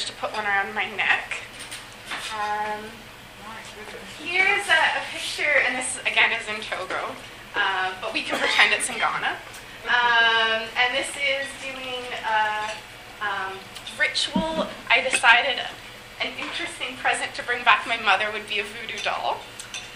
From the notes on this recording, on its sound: This podcast was recorded during CUSO-VSO's 50th Anniversary Kick-off celebrations in Victoria, B.C.